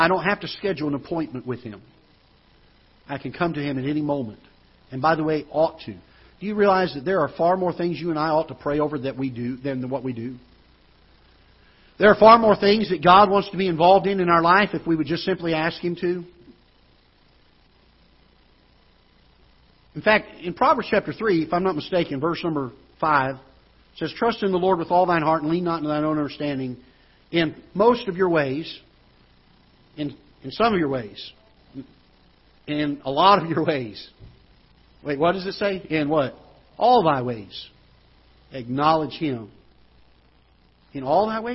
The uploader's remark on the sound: Ketha Heights Baptist Church ~ Live Broadcast.